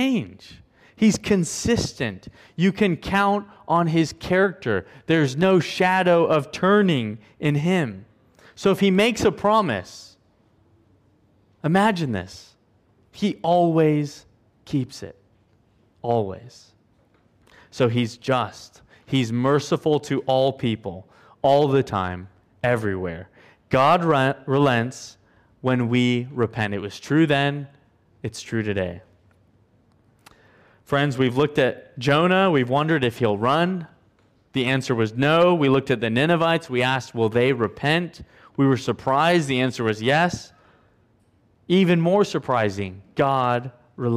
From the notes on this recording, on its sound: at Covenant Hope Church in Dubai, UAE, on Aug 07, 2022.